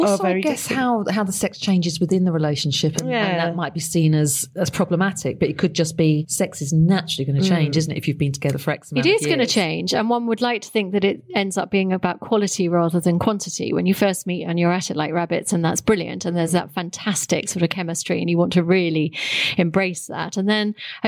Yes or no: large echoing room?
no